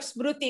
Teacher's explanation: It's the M and the R together. There's not a lot of English words that have the SMR, those consonants together without having a vowel in there.